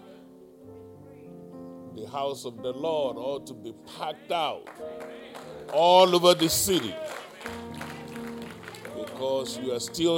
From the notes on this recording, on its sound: Live-recording.